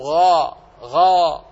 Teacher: وانتبه، فإن من حروف الانفتاح الثلاثة الباقية من حروف الاستعلاء: الخاء والقاف والغين، فهي مستعلية ولكنها في نفس الوقت منفتحة، فإذا نطقت بالغين فخمت ولكن الفم منفتح